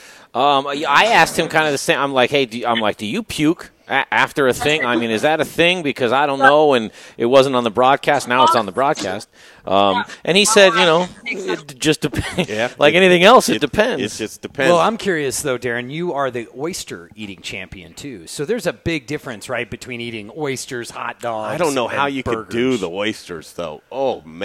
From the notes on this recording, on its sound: We're live from Grays Coors Tavern in Pueblo